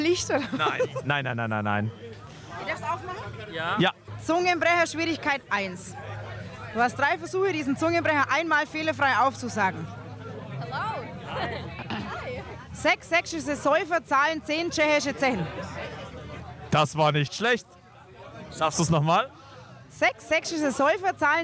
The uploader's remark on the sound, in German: Wir verarbeiten unsere letzten Aufnahmen vom Mammut Festival im März 2023. Diesmal kommen die Besucher und Besucherinnen zu Wort.